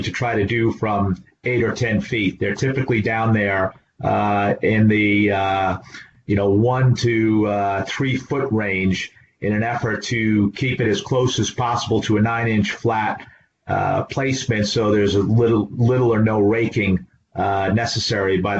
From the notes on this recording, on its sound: This is an audio version of the FGI webinar.